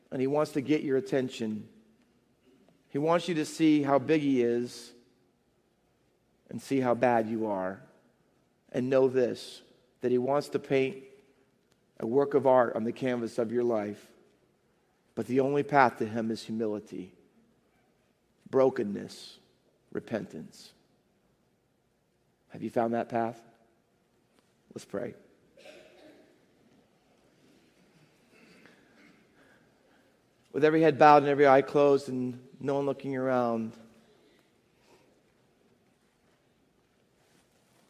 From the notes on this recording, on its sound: Faith Baptist Church in Hamilton, NJ.